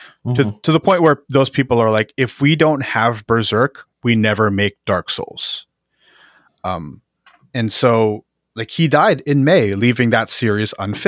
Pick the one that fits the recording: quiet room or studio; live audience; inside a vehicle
quiet room or studio